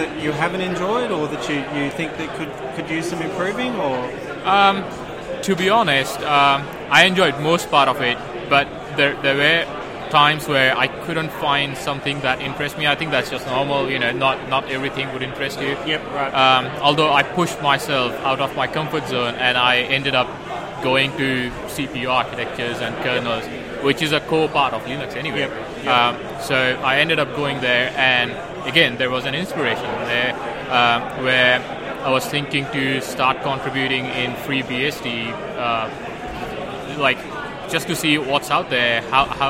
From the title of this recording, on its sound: linux.conf.au 2017: First timers interviews